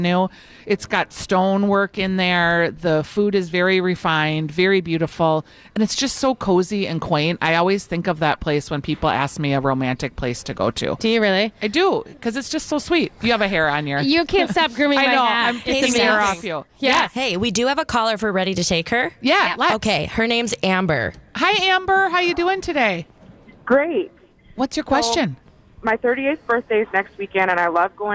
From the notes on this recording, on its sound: Live at Bachman's